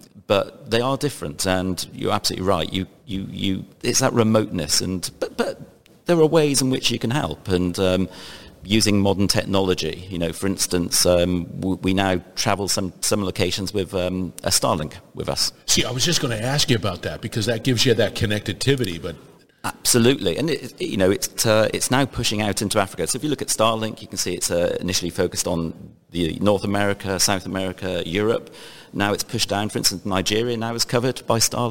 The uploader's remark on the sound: Industrial Talk is onsite at Hexagon LIVE. Hexagon Live conference in Las Vegas.